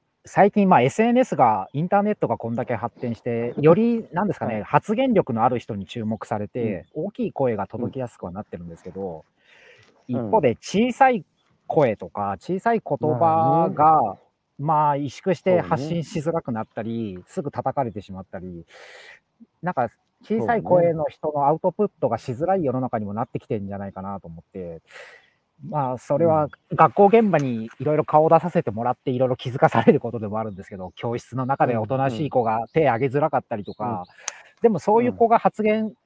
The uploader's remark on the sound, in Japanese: 歩きながら1時間、対談する